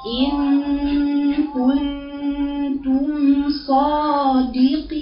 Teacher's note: فتمنوا الموت إن كنتم صادقين. تعبير الاستعلاء وإطباق في الصاد